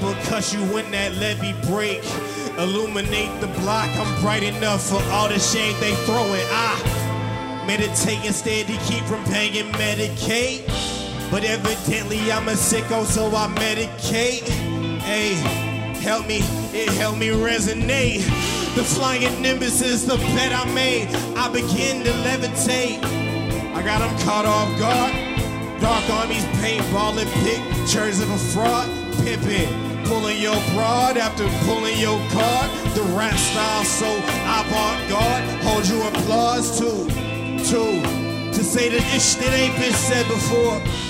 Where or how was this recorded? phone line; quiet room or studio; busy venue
busy venue